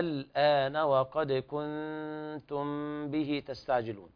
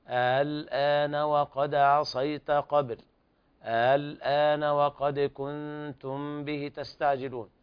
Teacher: هذا الإبدال والمد المشبع، يعني الهمزة الثانية تبدل ألفا مادية من جنس حركة ما قبلها · Shown in: first take